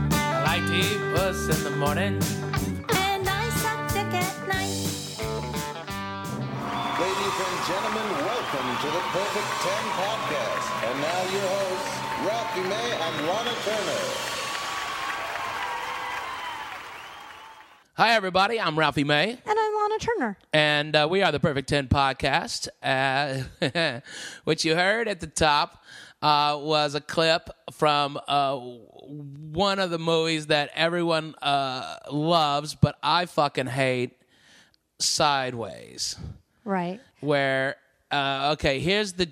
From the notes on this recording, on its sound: This weeks band comes to us live from the Mercy Lounge in Nashville TN.